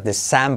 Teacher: Tenemos I como E, de, y luego una E abierta. December. Por eso la ponemos con acento al revés.